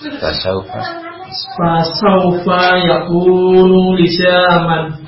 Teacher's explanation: itu suaranya pada i kalau ya, suaranya pada u kalau wau, tidak condong kepada o